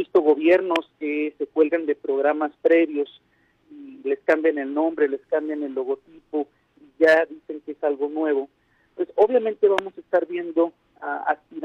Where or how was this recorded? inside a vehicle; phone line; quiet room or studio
phone line